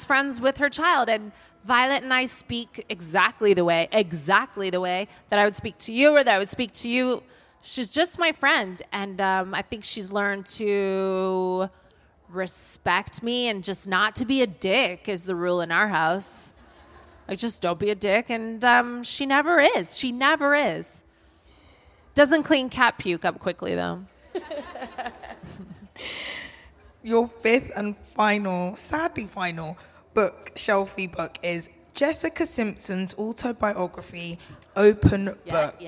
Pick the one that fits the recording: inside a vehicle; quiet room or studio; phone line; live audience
live audience